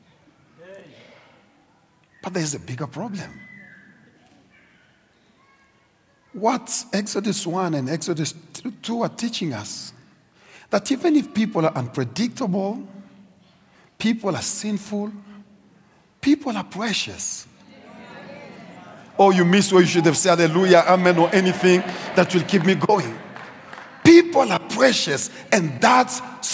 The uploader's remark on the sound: preached at Grace Bible Church Pimville on the 01st of October 2023